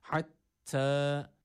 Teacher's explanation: Burada boğaz harfi olan ha var. Dolayısıyla boğazımızı burada yine sıkıyoruz ve bu harfi çıkartmaya çalışıyoruz.